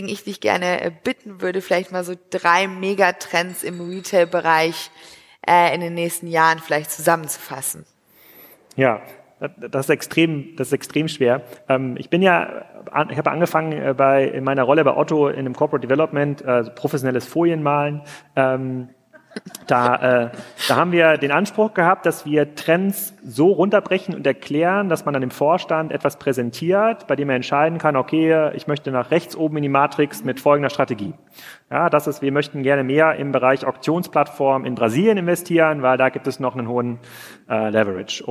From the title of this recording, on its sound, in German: live vom POL